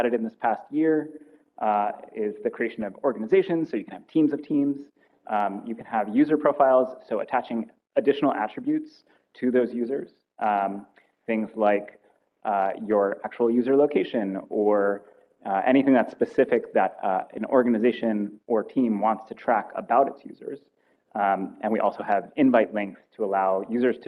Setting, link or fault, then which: setting, live audience